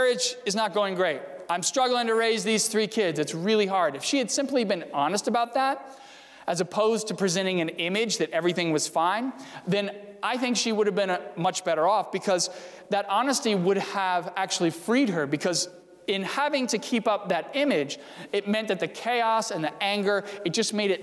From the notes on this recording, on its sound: during the Sunday December 20, 2020 service, at First Presbyterian Church of Arlington Heights, Illinois.